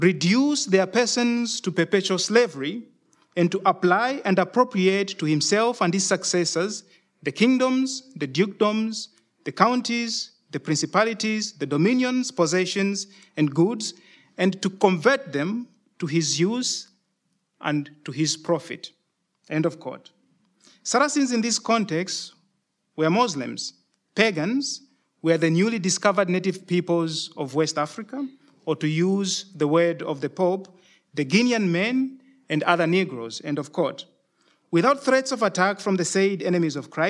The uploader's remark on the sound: Denkwerk Festival Lecture and conversation. De Lindenberg.